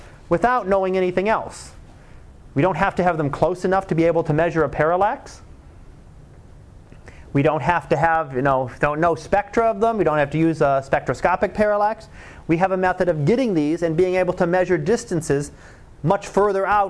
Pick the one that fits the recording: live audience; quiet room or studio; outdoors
live audience